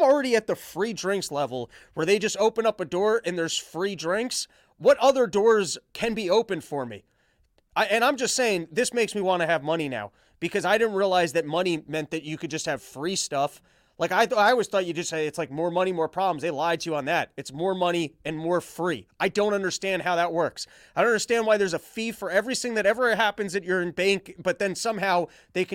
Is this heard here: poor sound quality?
no